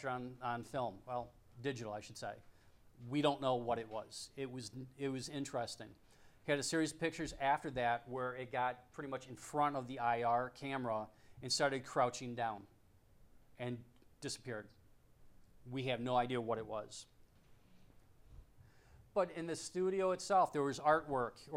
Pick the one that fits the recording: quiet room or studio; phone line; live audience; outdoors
live audience